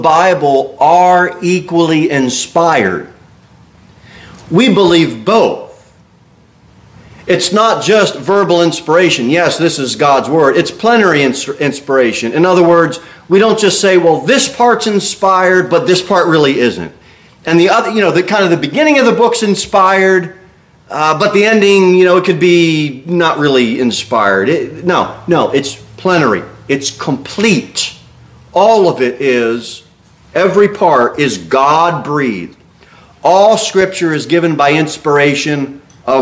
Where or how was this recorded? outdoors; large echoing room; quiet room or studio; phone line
large echoing room